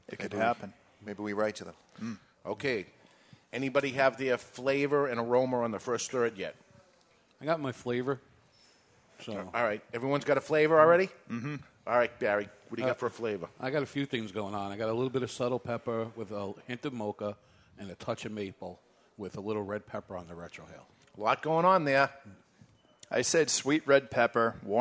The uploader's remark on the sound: Live from the La Flor Dominicana Cigar Studio at Two Guys Smoke Shop in Salem, NH.